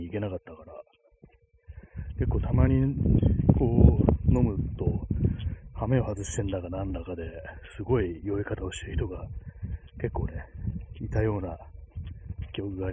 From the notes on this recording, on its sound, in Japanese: 歩きながら